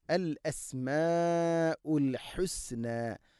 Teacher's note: അൽ അസ്മാഉ മദ് മുത്തസിലാണ് അവിടെയുള്ളത്, നാലോ അഞ്ചോ ഹർക്കത്തിൻ്റെ ഖദറിൽ നിർബന്ധമായിട്ടും നീട്ടണം